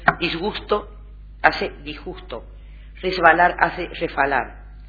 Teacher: ensordecimiento de la consonante sonora precedida de S. En este caso se conserva la misma articulación del grupo originario.